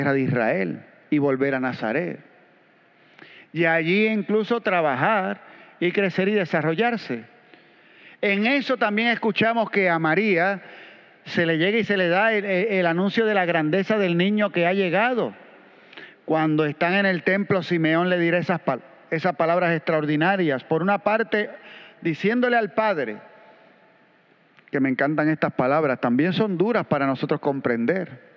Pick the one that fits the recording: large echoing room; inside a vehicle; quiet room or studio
large echoing room